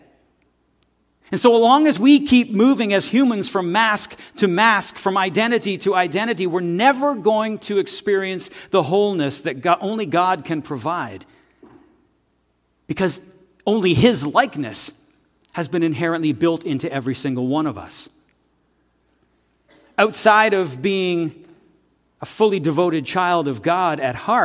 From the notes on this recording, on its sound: This audio is taken from the November 5, 2023 worship service at FBC Charlottetown.